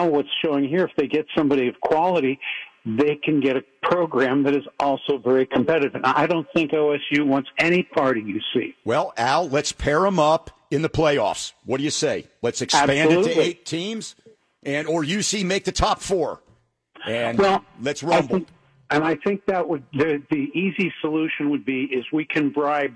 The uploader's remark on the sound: Takes callers reaction.